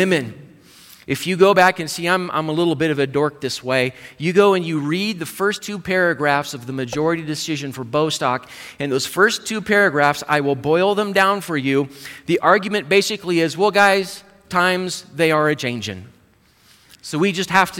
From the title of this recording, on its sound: Live Service